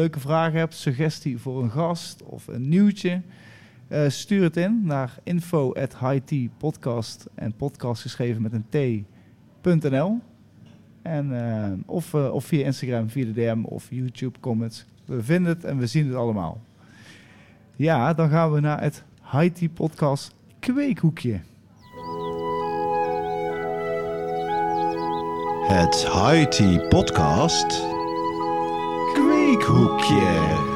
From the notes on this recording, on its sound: High Tea Potcast Live at High Times